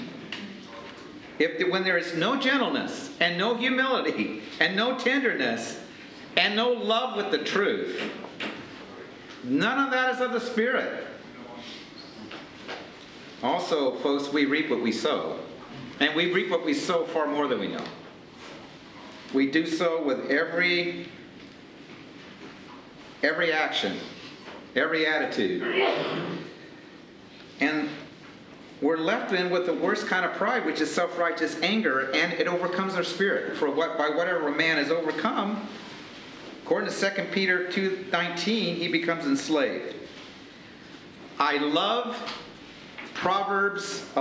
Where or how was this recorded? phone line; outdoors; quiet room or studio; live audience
live audience